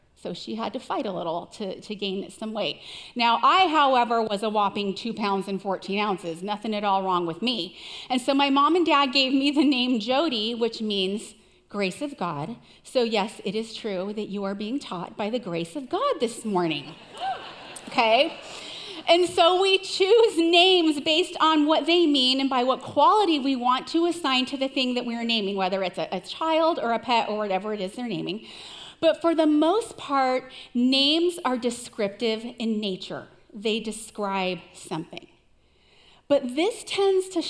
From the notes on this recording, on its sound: Recorded live at CrossWinds Church on June 25, 2023.